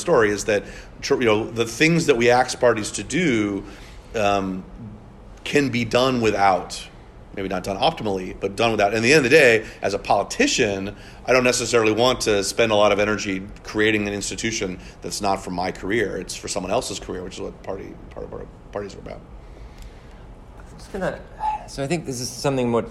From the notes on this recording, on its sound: At the annual conference of the Southern Political Science Association in San Juan, Puerto Rico, on 1/11/2020.